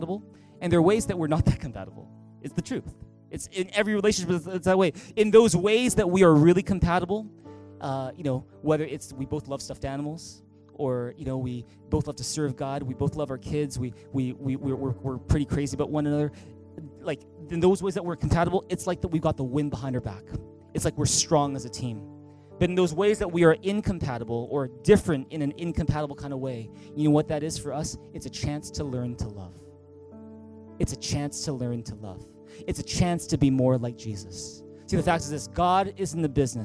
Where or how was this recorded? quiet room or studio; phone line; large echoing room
large echoing room